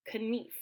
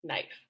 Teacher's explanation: we're cutting out that K and we're making that two E sound into like an I · Shown in: second take